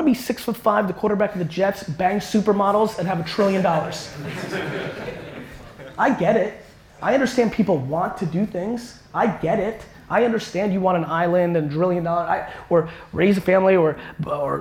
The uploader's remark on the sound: This keynote I gave at CUNY City College